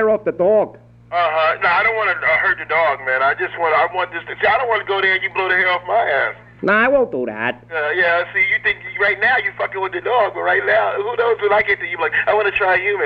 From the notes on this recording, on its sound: Prank Phone Calls Collection